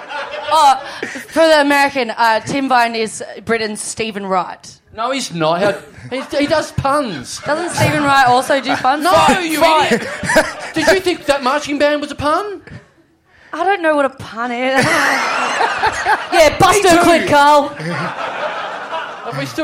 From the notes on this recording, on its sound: Live! We have technical difficulties at a live show.